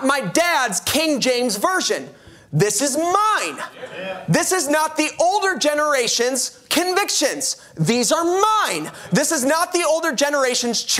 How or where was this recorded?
large echoing room